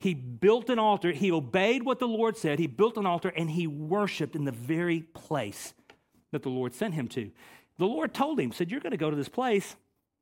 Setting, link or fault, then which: setting, large echoing room